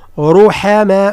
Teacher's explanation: الراء من رحماء، الراء مفخمة، كان الراء فقط مفخمة، ثم الحروف الأخرى مرقة، رحماء مش روحاء، رحماء بينهم.